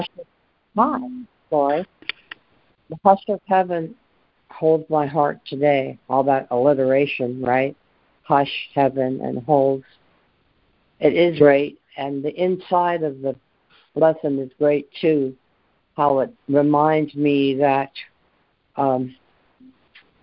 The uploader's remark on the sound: ACIM Daily Conference Call.